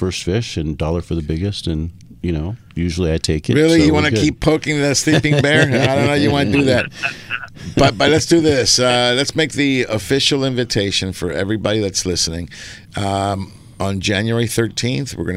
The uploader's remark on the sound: "LIVE" from Angel Stadium in Anaheim, CA